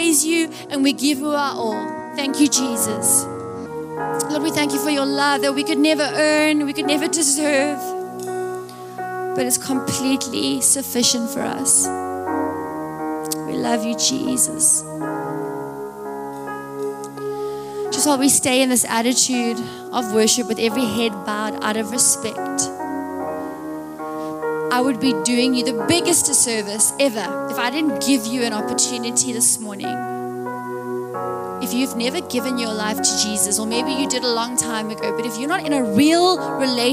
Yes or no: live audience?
yes